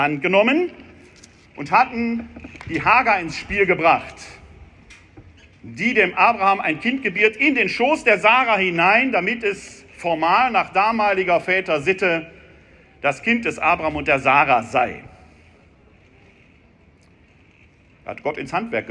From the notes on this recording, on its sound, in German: In seiner Predigt während des ökumenischen Gottesdienstes auf dem Laurentiusplatz in Wuppertal-Elberfeld. Der anlässlich der Staffel der Gastfreundschaft der Arbeitsgemeinschaft christlicher Kirchen und Gemeinden (ACKuG) gefeiert wurde.